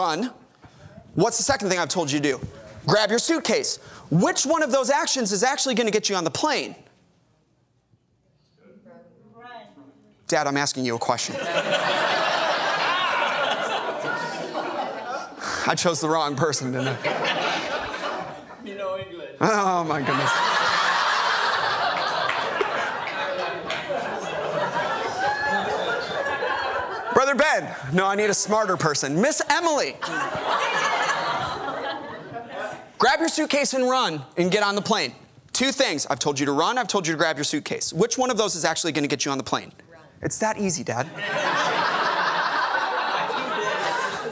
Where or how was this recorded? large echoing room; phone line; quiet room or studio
large echoing room